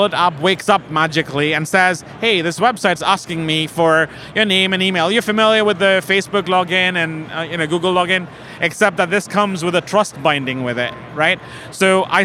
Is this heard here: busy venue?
yes